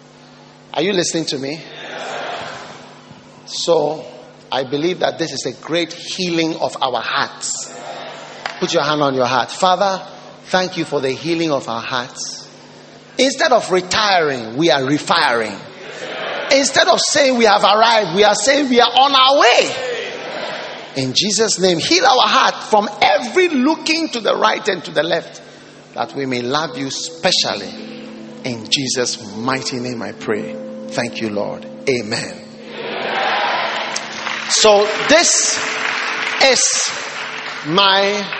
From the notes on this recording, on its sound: Preached at the Lighthouse Chapel International, Cornerstone Cathedral.